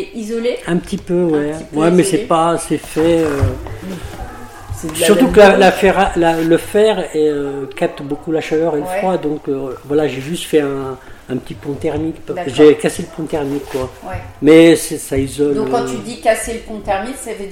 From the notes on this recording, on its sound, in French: Nous avons enregistré l’épisode dans leur salon de thé, vous entendrez des bruits de fond. Au village des brocanteurs à Tigneux près de Lyon.